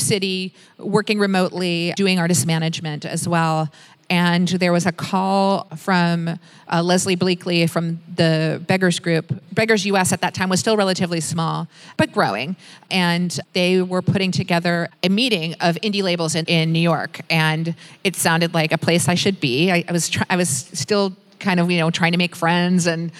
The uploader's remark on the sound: Live from Indie-Con Australia 2018.